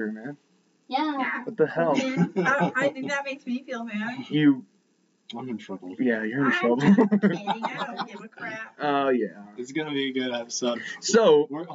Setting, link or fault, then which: fault, poor sound quality